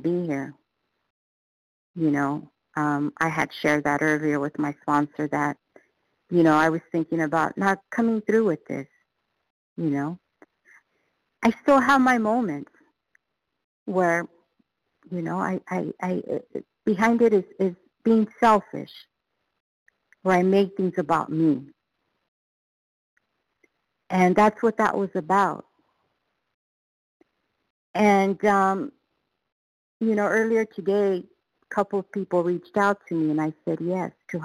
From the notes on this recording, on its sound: qualification from the 100 Pounders Phone Meeting